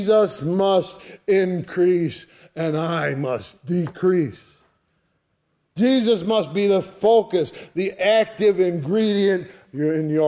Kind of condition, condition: setting, large echoing room